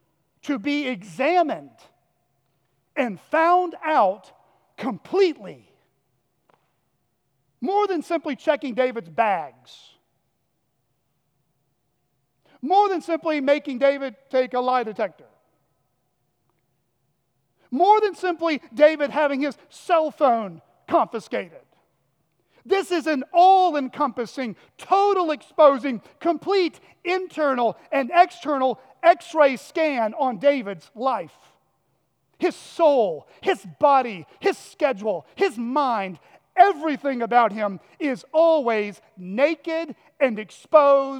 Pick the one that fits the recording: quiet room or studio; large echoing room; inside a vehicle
large echoing room